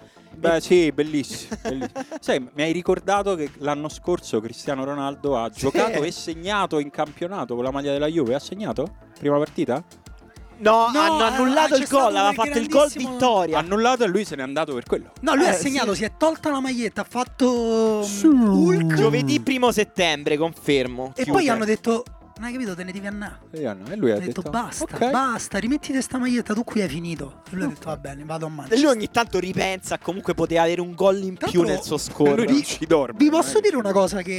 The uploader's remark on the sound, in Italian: Live dal campo di Hic Sunt Leones per la No Border Cup